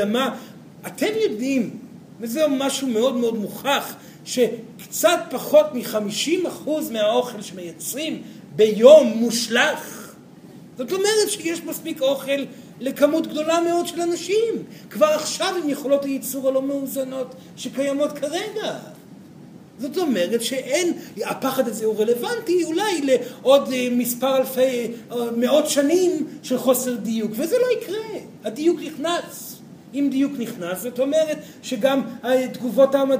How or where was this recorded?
live audience